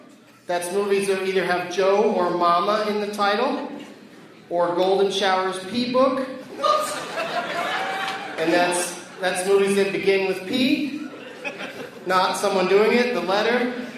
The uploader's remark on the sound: against audience members at Arts Quest in Bethlehem, PA